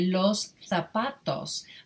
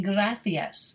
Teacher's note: if you were in Spain, the Z would have a TH sound. So they would say los zapatos, a very light TH.